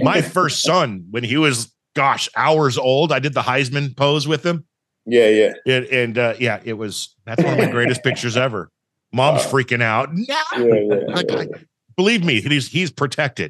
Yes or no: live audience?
no